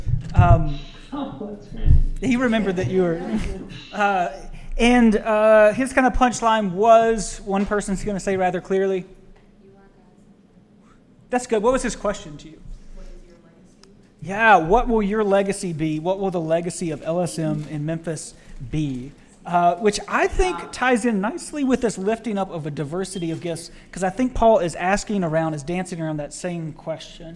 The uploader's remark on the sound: TVP Live in Memphis! Recording on the road is hard. Nevertheless we persisted to bring you a podcast of suboptimal quality in production. We were live at the Lutheran Student Movement Gathering in Memphis.